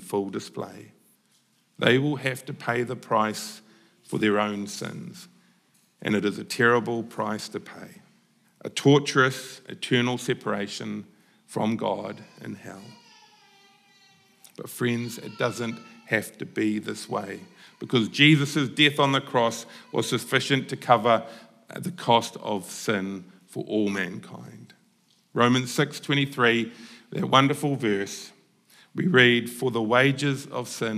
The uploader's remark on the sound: Apologies, we missed the first few minutes of the message in the recording this week. Recorded at the Hukanui Bible Church morning service on Sunday the 21st of May 2023 during the 10:00 am service.